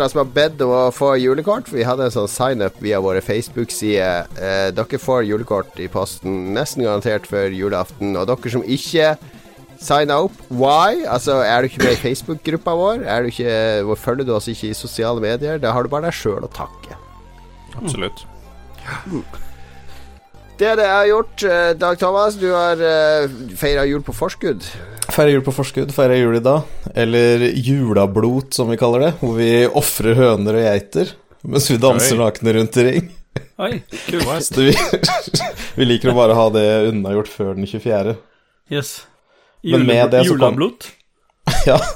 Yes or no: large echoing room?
no